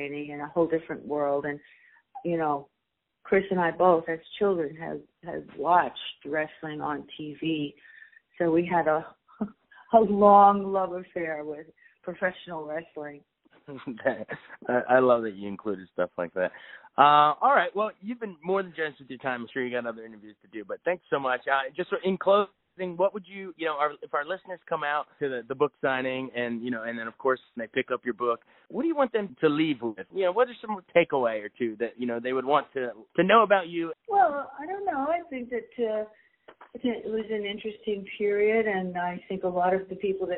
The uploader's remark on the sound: called